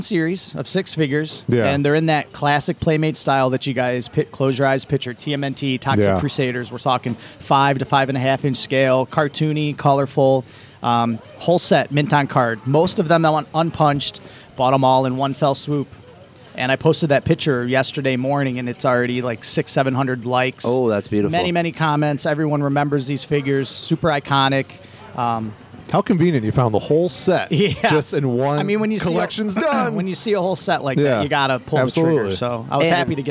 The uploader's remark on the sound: We are live at Astronomicon.